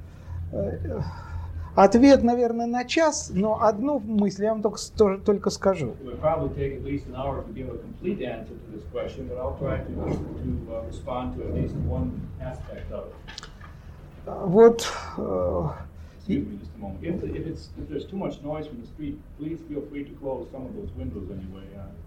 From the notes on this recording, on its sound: delivered at the University of Kansas on April 2, 1987 as part of the Russian Writers in Residence program.